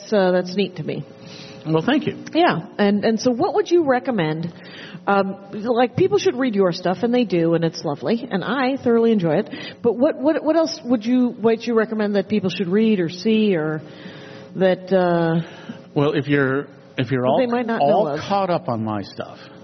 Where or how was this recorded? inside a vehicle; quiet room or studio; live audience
live audience